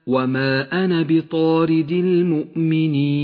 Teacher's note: ألف كلمة أنا، تسقط في حالة الوصل وتثبت في حالة الوقف